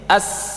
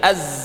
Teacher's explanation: Sin sama zai, makhrajnya apa? Sama. Ujung lidah dengan gigi seri bawah.